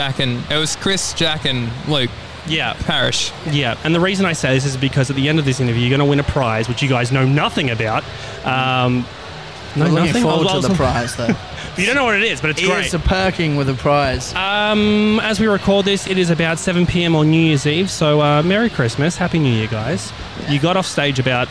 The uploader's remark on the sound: 'The Green Room' podcast rings in the new year at Falls Festival in Byron Bay